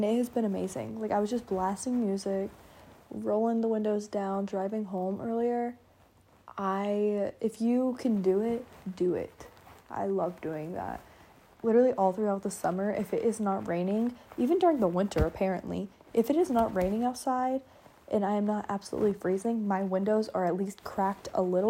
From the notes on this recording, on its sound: Sorry about the background noise I was laying in bed.